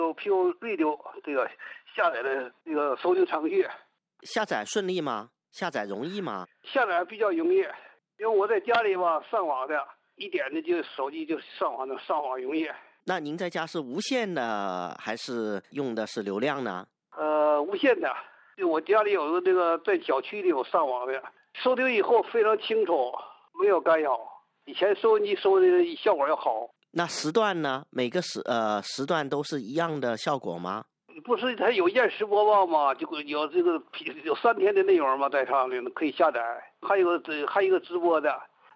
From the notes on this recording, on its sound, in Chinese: 连线中国北京和珠海的两位听友。电话采访部分内容。